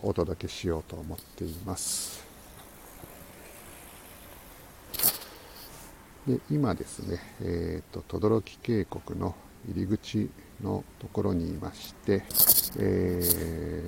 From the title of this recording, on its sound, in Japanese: tokyo walk&eat radio LIVE 等々力渓谷さんぽ